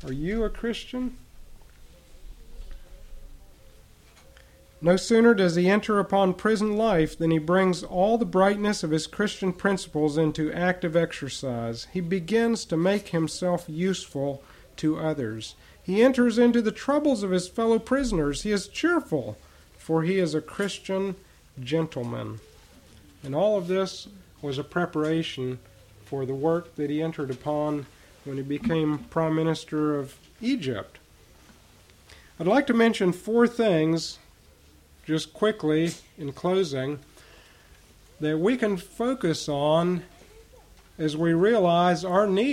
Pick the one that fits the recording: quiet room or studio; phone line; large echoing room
large echoing room